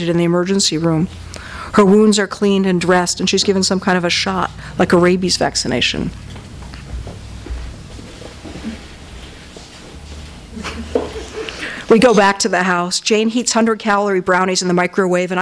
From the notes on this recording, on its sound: THIS EVENT WAS RECORDED LIVE AT SKYLIGHT BOOKS ON OCTOBER 10, 2012.